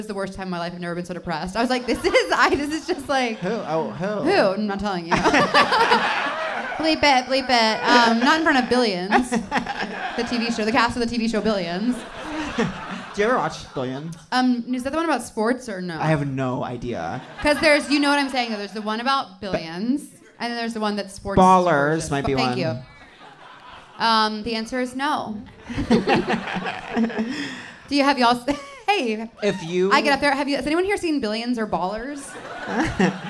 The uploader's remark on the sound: Seek Treatment Live: Teragram Ballroom. Answer more letters for help live in Los Angeles.